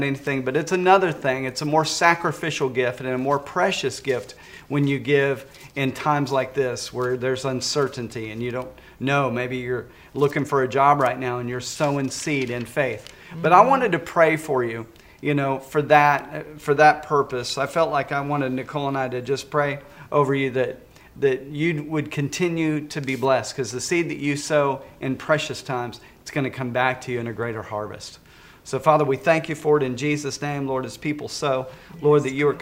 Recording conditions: large echoing room